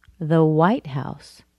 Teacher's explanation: I've shifted the stress to the first part of the word or the first part of the combination, and I made a new noun. · Term: compound noun